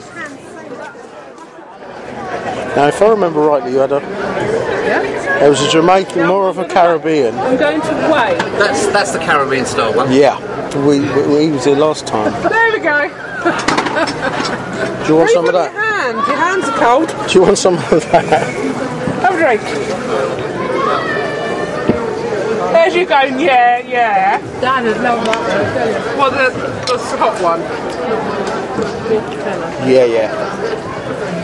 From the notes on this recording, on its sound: Extracts from The Letchworth Garden City, Food & Garden Festival. I also play in a little snippet from the annual Jackmans Fun Day.